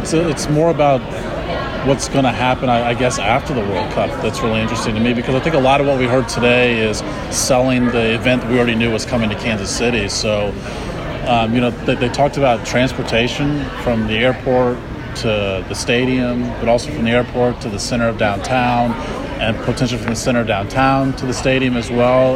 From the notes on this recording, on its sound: This was part of a press conference at GEHA Field at Arrowhead. Took questions from reporters after their remarks.